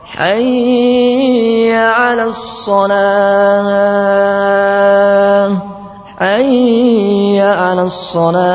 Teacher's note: Berikutnya membuat dengung pada ya.